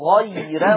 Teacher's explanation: ترقق الراء لورش، لماذا؟ لأنها مفتوحة ومسبوقة بياء لينة · Term: ترقيق الراء